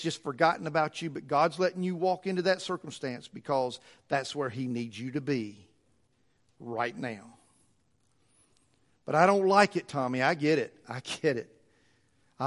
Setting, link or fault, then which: setting, large echoing room